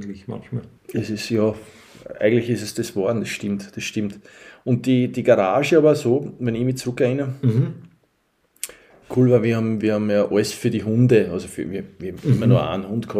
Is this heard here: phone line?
no